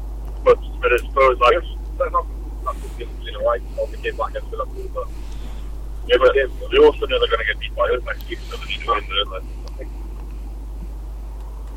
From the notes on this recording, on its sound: Limited Quality live show from the Car Journey down to Norwich.